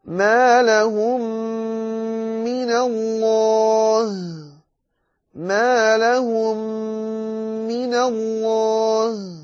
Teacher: لأن الميم أدغمت في الميم وهو إدغام المتماثلين، فتظهر الغنة بقوة فيهما، تظهر الغنة بقوة فيهما.